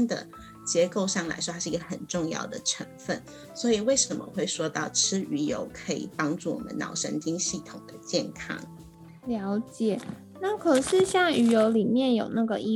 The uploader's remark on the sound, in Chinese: 本集節目採遠端錄音，因此音質上可能會有點雜訊